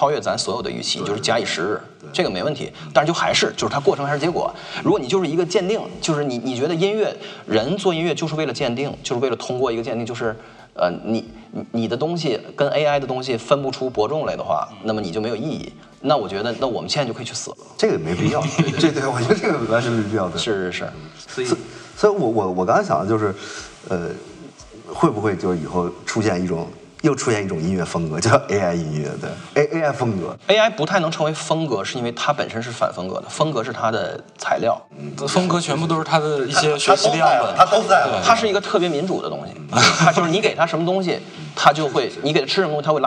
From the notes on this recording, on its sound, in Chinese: 贫道播客四月份在阿那亚参加声量The Power Of Voice。活动现场。